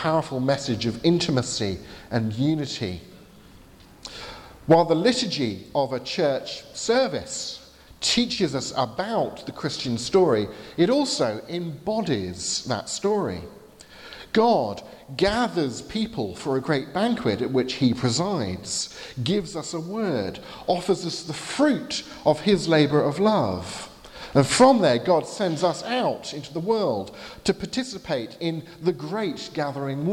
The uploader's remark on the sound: from the 11:15 service at Highfield Church, Southampton, delivered on Sunday 21st July 2019